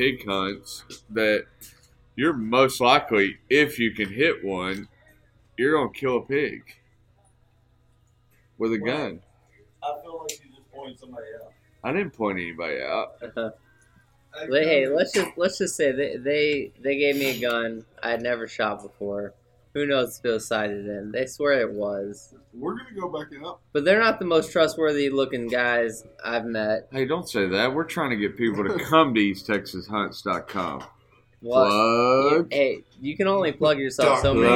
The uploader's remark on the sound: Today we are recording from the porch of the Attoyac Farm ranch house.